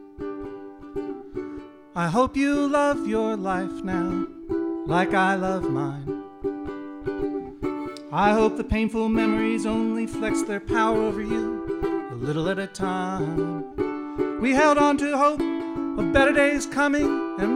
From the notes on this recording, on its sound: Taped in front of a live audience at Kings Place during the London Podcast Festival.